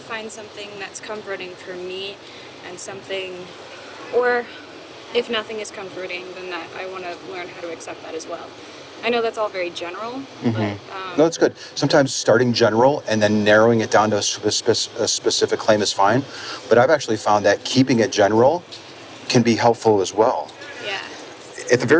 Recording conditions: background noise